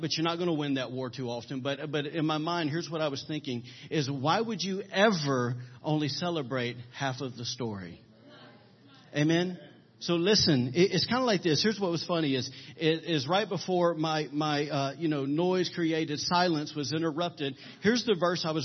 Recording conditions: large echoing room